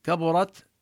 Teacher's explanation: كبرت نبين التاء وحكمها الهمس